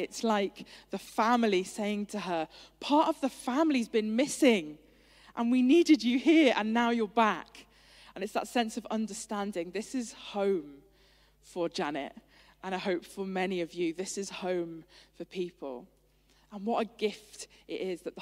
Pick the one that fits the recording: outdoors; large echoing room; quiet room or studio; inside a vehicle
large echoing room